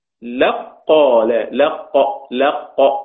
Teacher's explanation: الكاف راحت فين؟ أدغمت في القاف